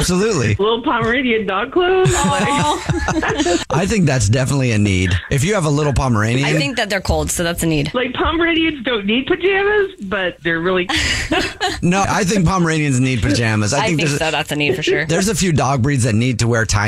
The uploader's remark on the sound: there is a woman on the phone